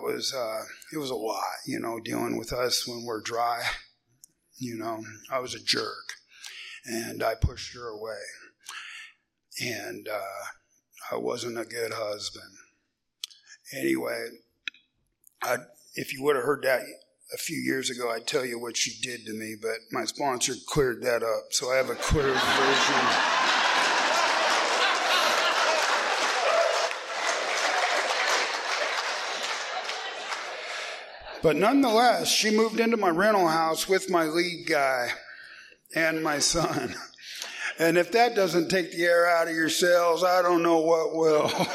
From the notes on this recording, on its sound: he is telling his story at the No Reservations Speaker Meeting held monthly on the first Saturday of the month at the Swinomish Reservation in La Conner Washington